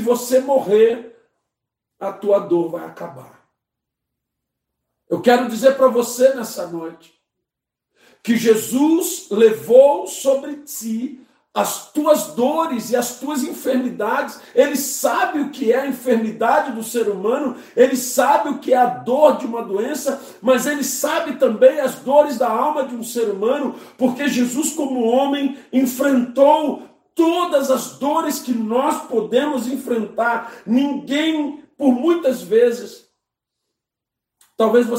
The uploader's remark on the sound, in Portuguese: Culto de domingo (santa ceia) - 11/04/2021 - Live pelo Facebook e YouTube